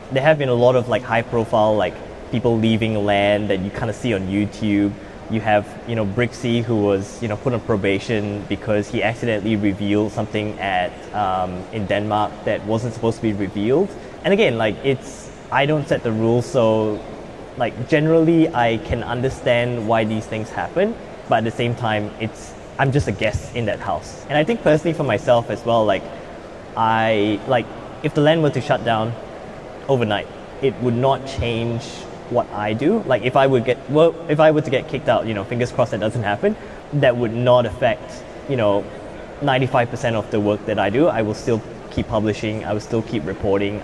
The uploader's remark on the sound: Expect audio anomalies galore. Record an episode in front of a live audience on Convention Day. At Brickvention 2024, in Melbourne Australia. It's also the first time we have recorded an episode while being in the same room, during daylight hours! There's a live convention with around 600 attendees happening in the background, so the audio quality is a little different to our regular episodes.